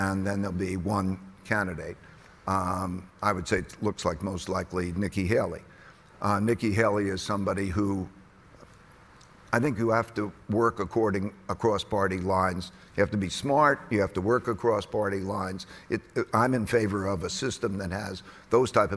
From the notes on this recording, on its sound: at the Bloomberg Green Festival at COP28